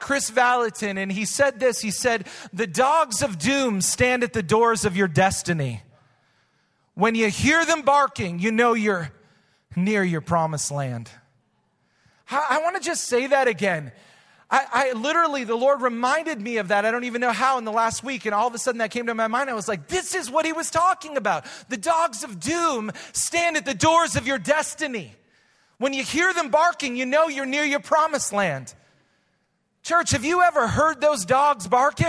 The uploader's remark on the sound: Recorded live at Hope Church in Springfield, Mo.